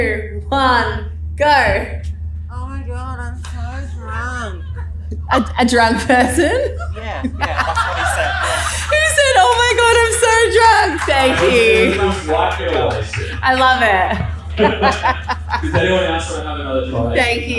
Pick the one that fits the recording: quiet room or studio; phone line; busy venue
busy venue